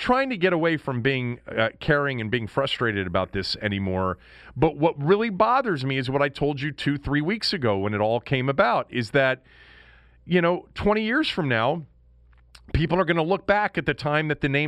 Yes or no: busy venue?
no